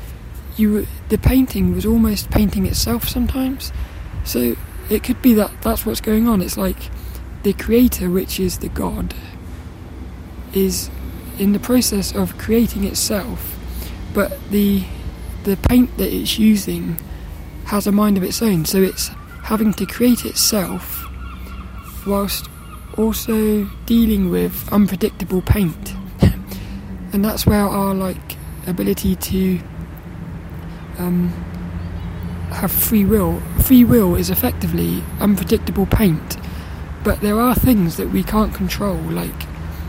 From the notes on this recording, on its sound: this one was recorded down the park